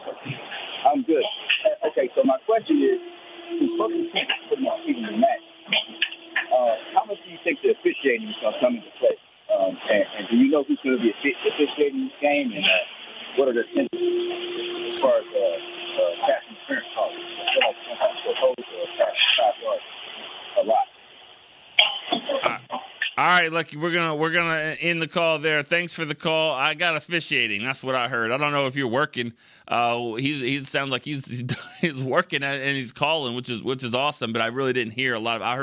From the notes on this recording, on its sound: From South Korea to Texas, fans called.